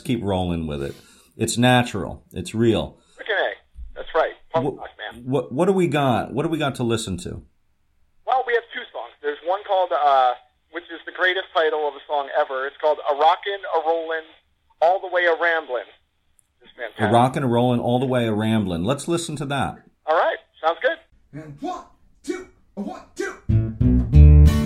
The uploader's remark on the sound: first ever phone interview